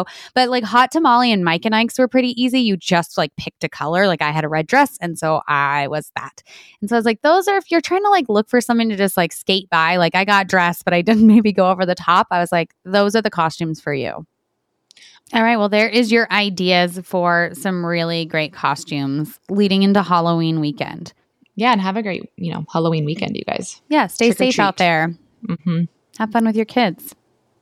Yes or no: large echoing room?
no